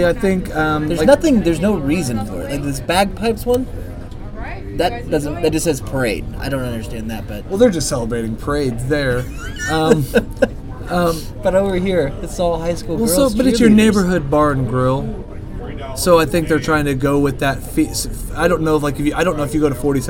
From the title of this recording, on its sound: Live from Applebees